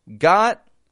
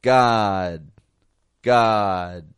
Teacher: I'm stopping the stop consonant. However, what I am doing is lengthening the vowel when there's a voiced stop consonant.